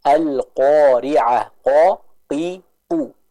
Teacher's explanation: Ya, jadi, diucapkan dengan lebih tebal dibanding huruf kaf. · Term: huruf Qaf